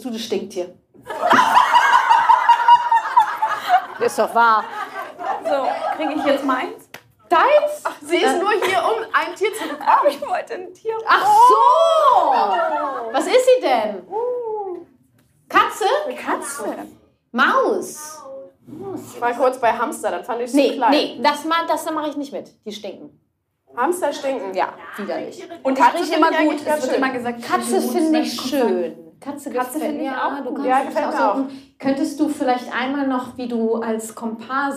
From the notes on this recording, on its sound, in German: die ich live mit Publikum aufgezeichnet habe